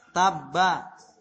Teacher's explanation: Yang pertama ba mati, yang kedua ba berharokat fathah. Dilebur, peleburan sempurna.